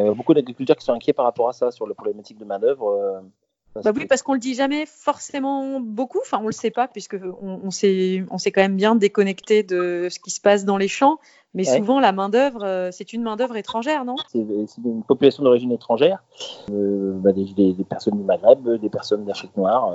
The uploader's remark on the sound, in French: Pas de visite sur le terrain mais une conversation tel enregistrée avec l’accord de l’agriculteur bien sûr. Excusez si la qualité sonore est moindre que dans les podcasts que vous avez l’habitude d’écouter.